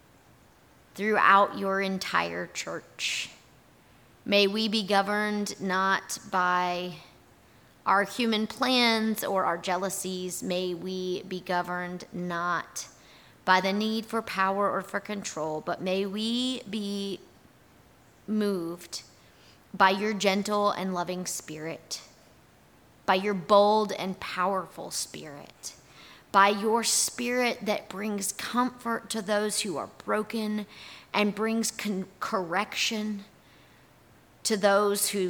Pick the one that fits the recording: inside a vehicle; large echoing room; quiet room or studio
large echoing room